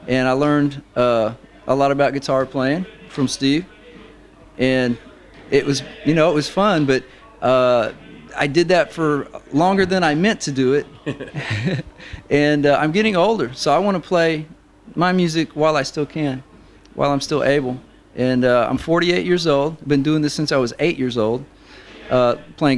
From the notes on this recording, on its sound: Live in BluesMoose cafe.